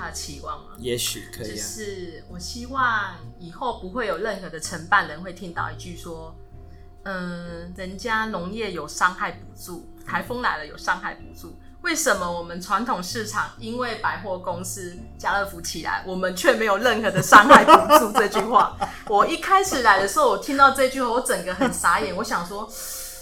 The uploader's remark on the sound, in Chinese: 後半段落因為「傳統市場」不巧的正在裝修冷氣，同時錄音空間裡的飲水機還自動啟動了消毒作業，所以有部份敲打的聲音與輕微噪音，請大家見諒。